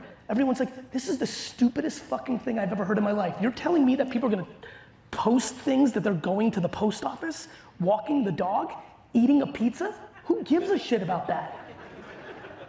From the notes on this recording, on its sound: Keynote from 2022. A throwback keynote I gave in Las Vegas in May at Grow With Video Event.